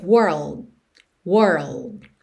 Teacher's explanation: Esse D final às vezes não vai aparecer.